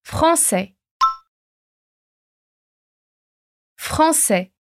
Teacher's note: uma das formas mais comuns da gente fazer o som de AI no francês, que é o som de E